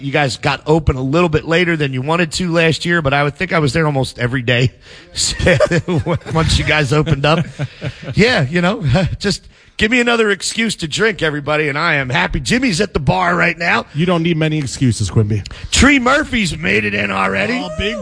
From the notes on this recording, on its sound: Green Legion Radio Pregame Show LIVE on Christmas Eve from The Winston!! Broadcast LIVE from The Winston.